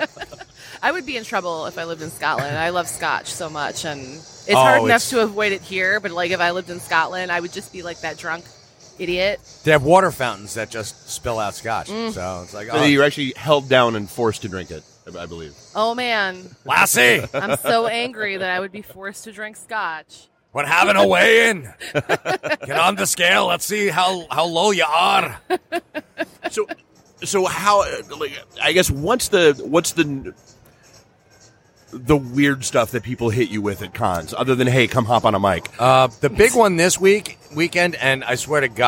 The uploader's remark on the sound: Live from Fantasticon Toledo